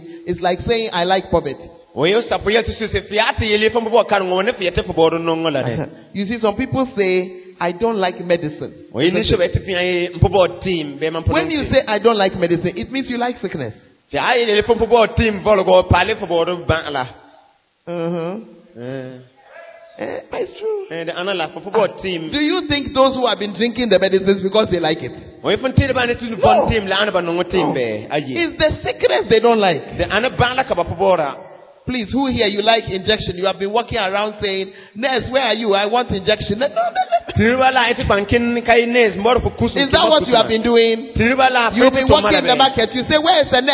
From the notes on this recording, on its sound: Preached at LCI Jesus the Truth Cathedral, Bawku